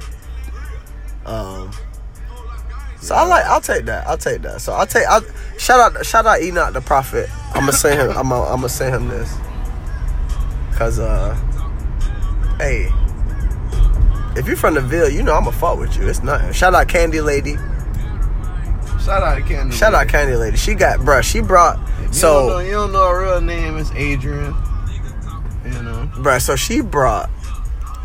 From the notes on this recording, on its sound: coming LIVE from the Humbly Mobile